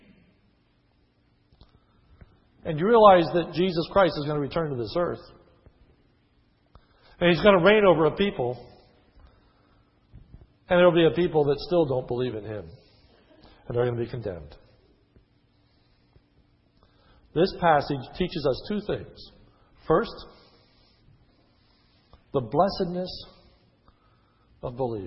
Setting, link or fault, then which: setting, large echoing room